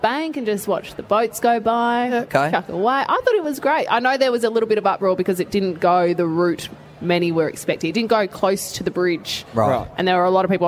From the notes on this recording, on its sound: Live from the G for the Grand Final. Today we're live from the Triple MCG in the lead up to the 2022 Toyota AFL Grand Final between Geelong and Sydney.